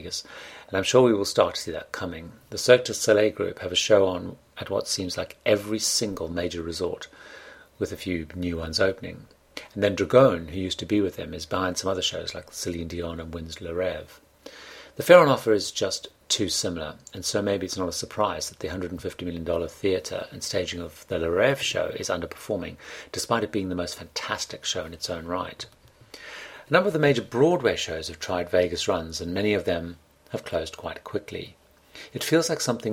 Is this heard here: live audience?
no